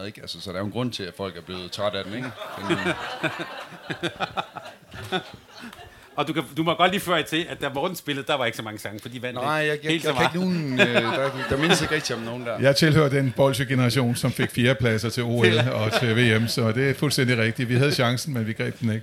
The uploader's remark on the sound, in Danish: Folkemødet 2023 Special. Optaget live lørdag den 17. Hos Dansk Håndbold på Folkemødet.